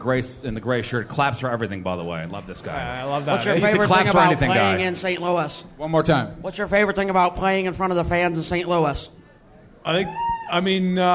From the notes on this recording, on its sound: Live at Hot Shots in St.